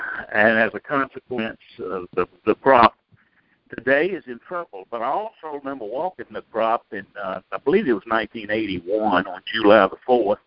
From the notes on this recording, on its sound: Recording of the June 2021 Monthly Conference Call On Cotton.